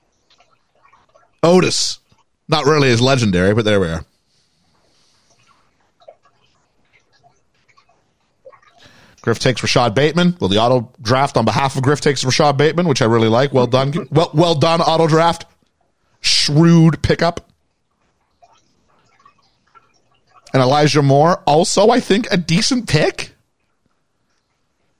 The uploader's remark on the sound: joined on the live call